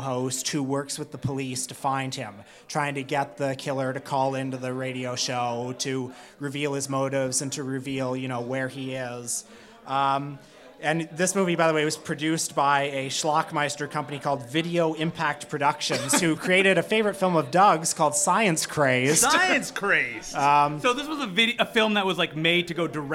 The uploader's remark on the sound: got on stage at the What The Film Festival Bazaar